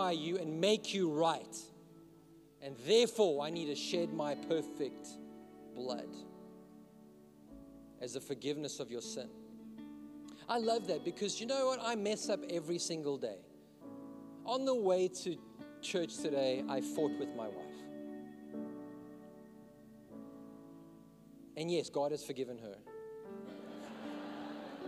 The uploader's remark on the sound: In this message I preached at Revive Church